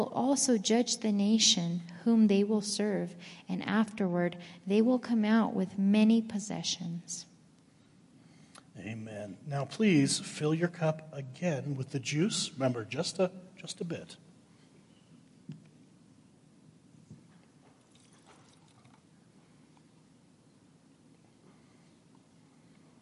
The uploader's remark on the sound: Woodland Life Church Live - 2022/04/16 - Audio